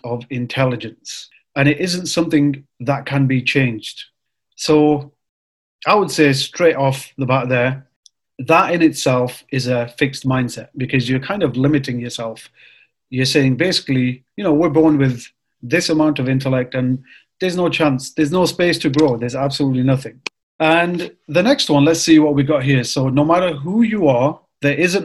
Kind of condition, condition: link, video call